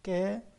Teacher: كا بتيجي من وسط الحلق وتكون مرققة، إنما القاف بتكون مفخمة وبتأتي من أقصى الحلق، القا، القا، القا، القا.